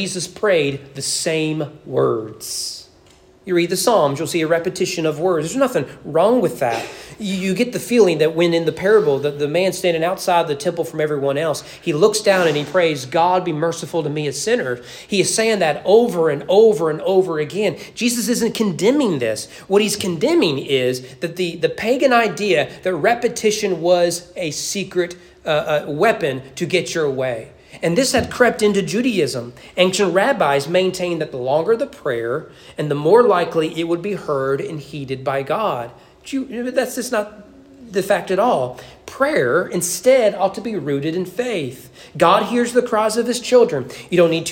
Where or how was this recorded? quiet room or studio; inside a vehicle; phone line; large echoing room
large echoing room